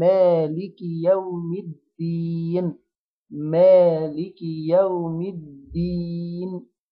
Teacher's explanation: طيب نجيب الدال المرققة المكسورة، نجيب الدال المشددة المكسورة مرققة، ونكسر الفك كويس، وندي الياء اللي بعدها حركتين عشان حرف مد، فنقول مالك يوم الدين، مالك يوم الدين.